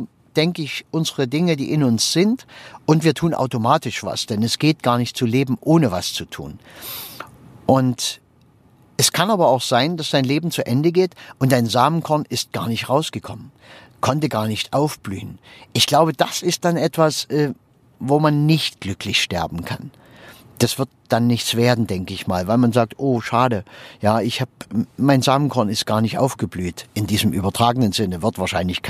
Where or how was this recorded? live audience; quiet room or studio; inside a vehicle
inside a vehicle